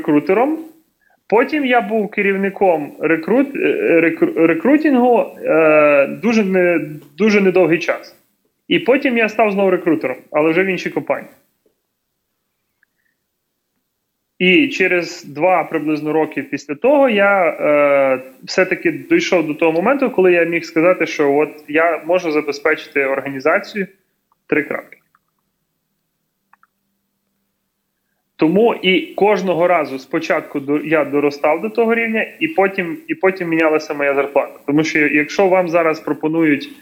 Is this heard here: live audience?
no